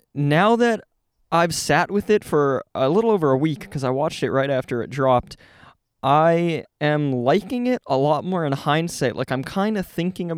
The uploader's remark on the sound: We're sitting outside for this one. With a beautiful view of the Ottawa River and autumnal colours in bloom, the boys sit out on a couch.